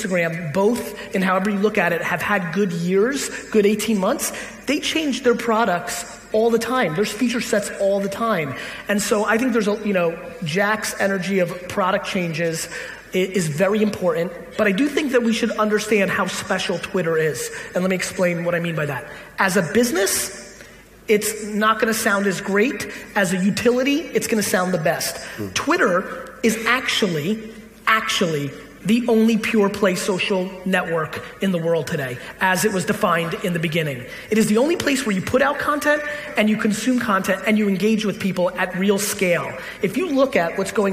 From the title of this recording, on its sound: A Keynote: Dublin Tech Summit